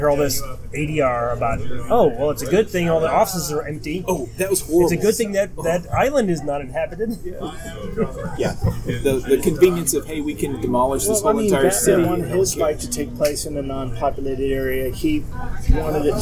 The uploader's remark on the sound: Our latest show was recorded at Area 51 comics and Games in Grapevine, TX.